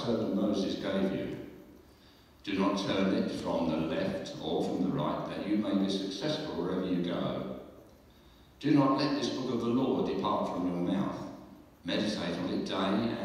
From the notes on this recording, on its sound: Recorded on a mobile, the sound quality may not be as good as on our other podcasts.